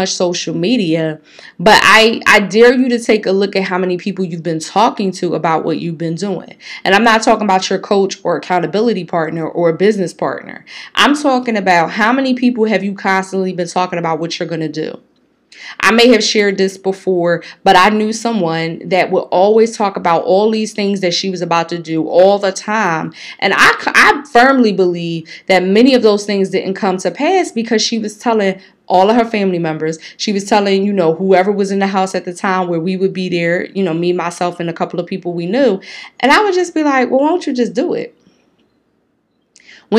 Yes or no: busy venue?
no